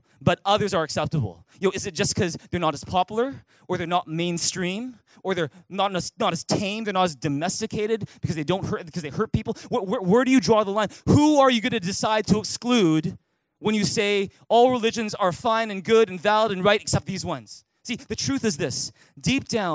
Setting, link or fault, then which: setting, large echoing room